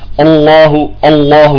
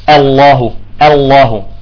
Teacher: يجب أن نرقق الهمزة ونفخم اللام · Shown in: second take